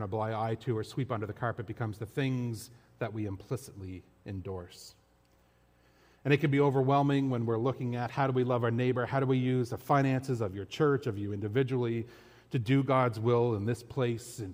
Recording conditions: large echoing room